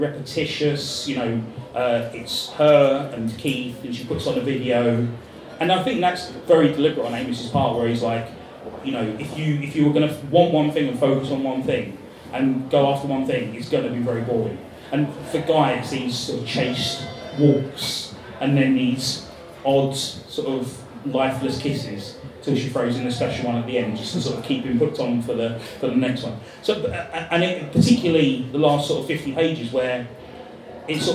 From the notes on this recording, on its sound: A live panel discussion.